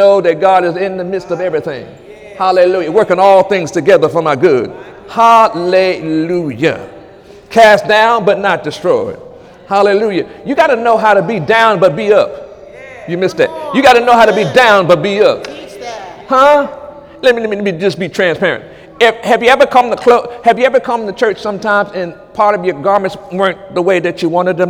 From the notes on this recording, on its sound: During Sunday morning service on October 1, 2017